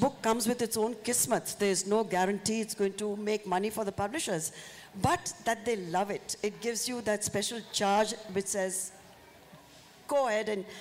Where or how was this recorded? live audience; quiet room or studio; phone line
live audience